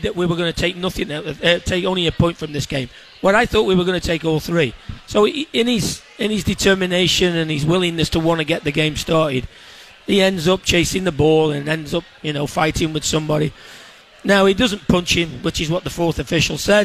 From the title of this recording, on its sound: Live from The Local in Minneapolis!